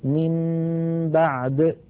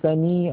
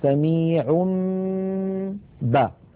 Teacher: إذن عندما يأتيني نون ساكنة بعدها باء أو يأتيني تنوين بعده باء، من بعدي بدل أن أقول من بعدي أقلب النون إلى ميم ثم أمط غنة تلك الميم المقلوبة فأقول من بعد.